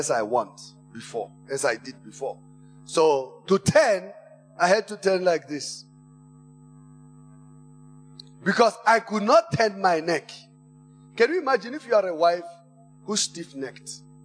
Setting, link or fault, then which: setting, large echoing room